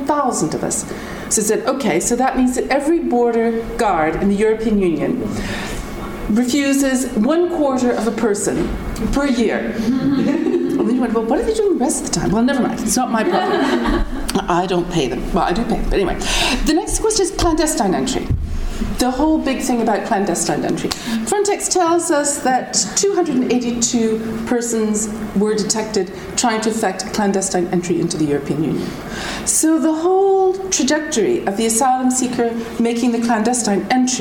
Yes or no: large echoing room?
yes